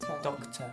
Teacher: Y ni siquiera pronunciamos la R.